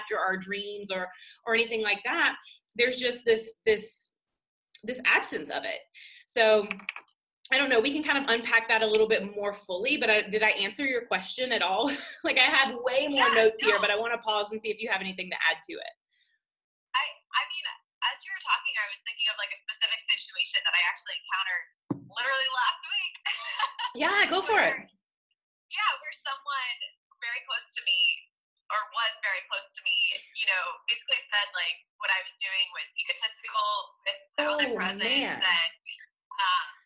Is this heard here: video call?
yes